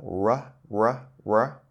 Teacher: Your tongue is getting close to that alveolar spot in your mouth, but it's not actually touching it. It's almost like, it's approximating it. · Term: R sound